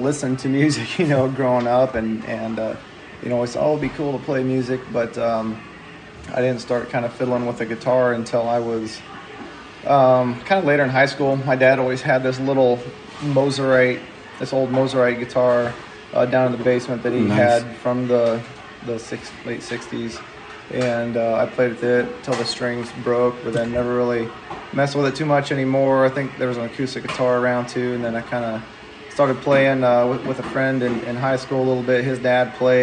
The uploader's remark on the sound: Live from down home pub!